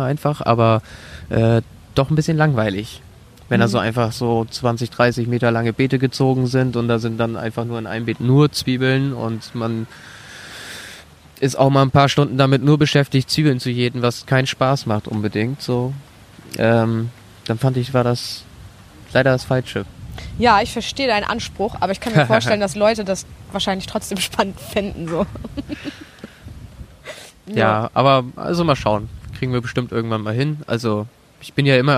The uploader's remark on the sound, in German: Auch diese Folge ist bereits im Mai 2018 im Rahmen des Viva con Agua Netzwerktreffens aufgenommen worden, also schon ein büschn älter!